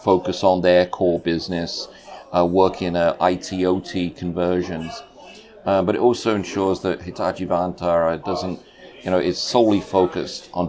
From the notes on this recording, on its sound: In this live episode, recorded at Hitachi Exchange in Paris